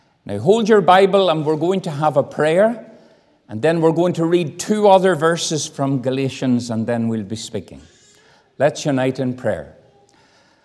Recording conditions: large echoing room